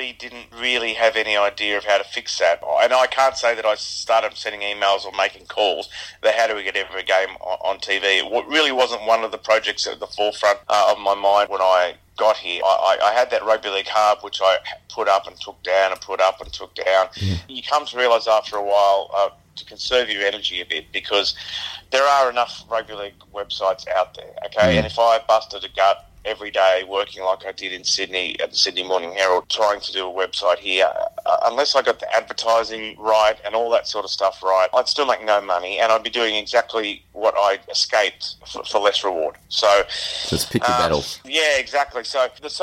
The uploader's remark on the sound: phones in from self-isolation